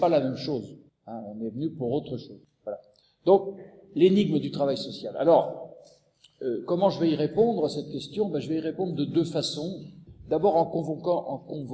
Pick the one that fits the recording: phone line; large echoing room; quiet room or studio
large echoing room